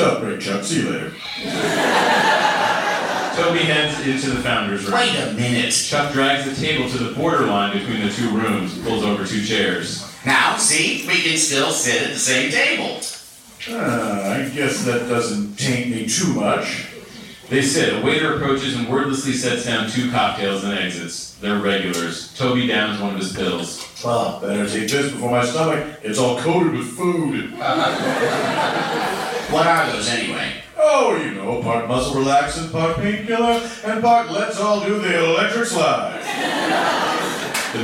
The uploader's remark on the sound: We recorded this one live from SF Sketchfest 2017. Before the table read.